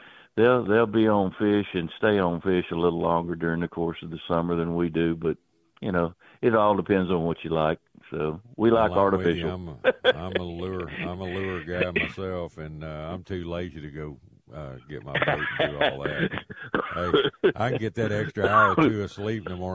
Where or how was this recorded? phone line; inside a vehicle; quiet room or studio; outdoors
phone line